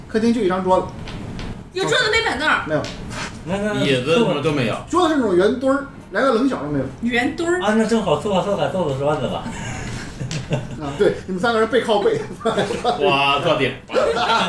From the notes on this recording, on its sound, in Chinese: 这是兔子洞第一次尝试将我们平时跑团的过程录制下来。因为录制的环境和大家散座的位置，收音的质量可能比较差。